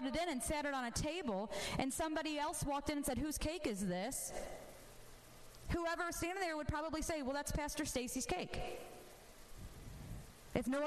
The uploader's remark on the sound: This episode was recorded at my church as a sermon I recently preached.